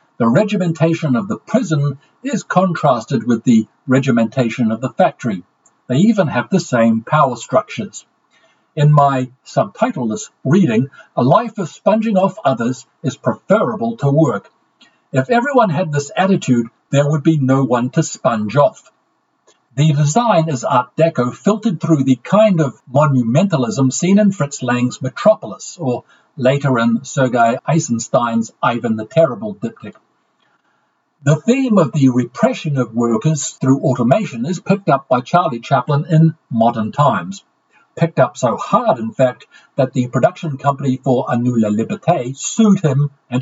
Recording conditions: poor sound quality